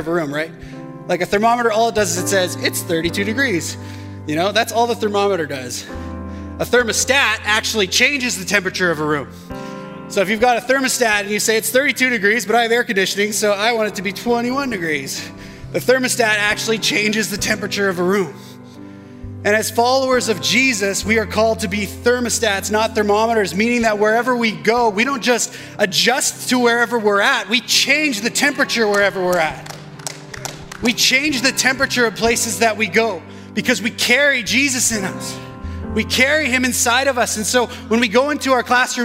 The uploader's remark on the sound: shared this message at West Meadows Baptist Church for our Edmonton Gathering in October, 2022.